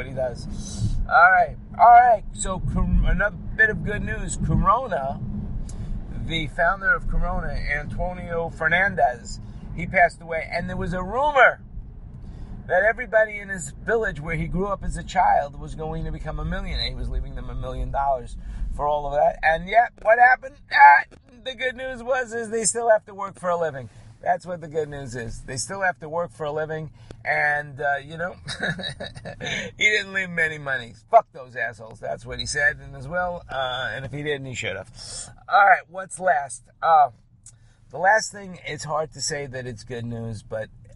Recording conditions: inside a vehicle